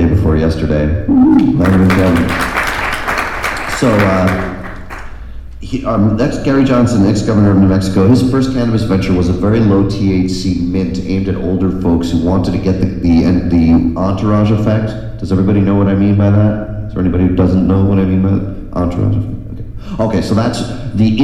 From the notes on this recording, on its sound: speaking at Kaya Fest 2018 in San Bernadino CA.